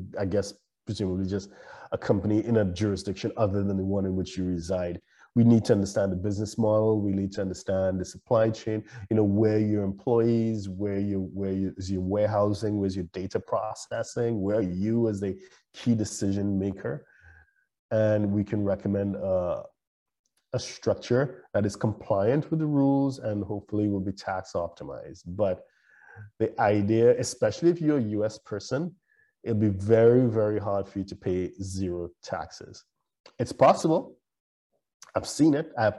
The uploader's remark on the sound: LIVESTREAM. For those joining us on Zoom.